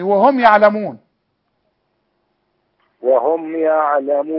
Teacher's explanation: كل ميم على السكون ما تغنهاش